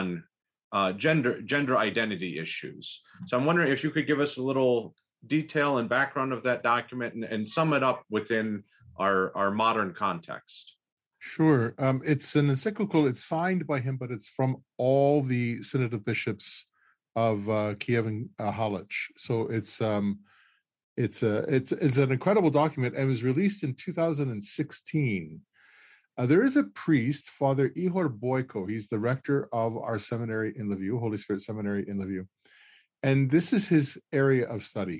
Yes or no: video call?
yes